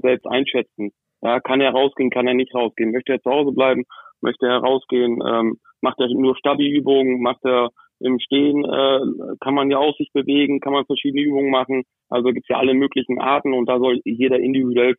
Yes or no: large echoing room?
no